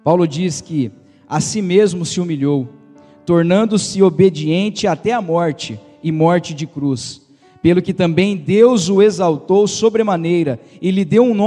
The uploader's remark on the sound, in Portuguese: Igreja Evangélica Manancial de Águas Vivas - Araçatuba - Rua XV de Novembro, 847. Esta mensagem foi gravada ao vivo quando ministrada na Igreja Evangélica Manancial.